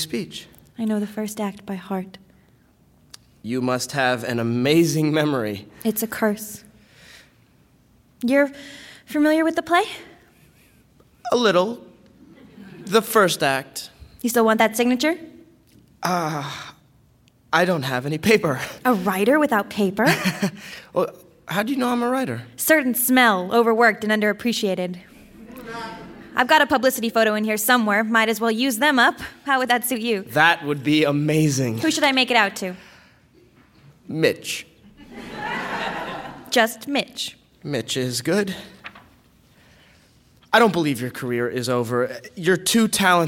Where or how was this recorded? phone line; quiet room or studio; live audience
live audience